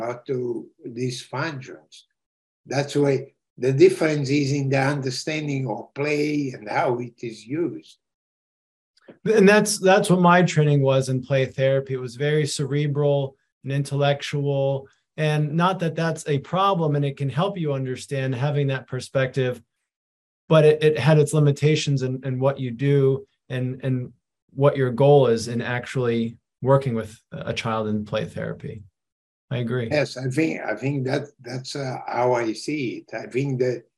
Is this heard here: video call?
yes